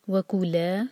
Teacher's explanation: لَا دو حرکہ کھینچنا ضروری ہے، لام کے ساتھ الف ہے اور یہ ڈوئل کا صیغہ ہے، دو کے لیے بات ہو رہی ہے.